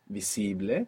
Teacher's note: You're not pronouncing that S as a Z, like in English, visible. Many people at home will find themselves doing this, putting that Z there from English and pronouncing visible.